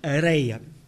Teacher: a área, patentemente um hiato, adquiriu um I breve de transição, dando areia